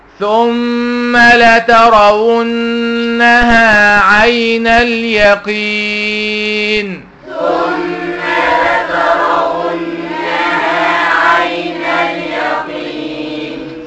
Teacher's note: الميم مشدده غنه، النون مشدده غنه